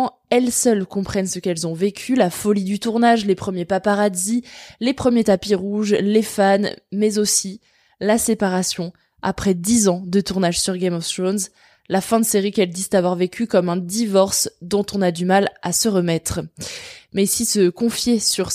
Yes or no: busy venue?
no